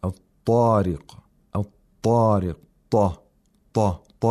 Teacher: ta is at the highest level of tafkhim there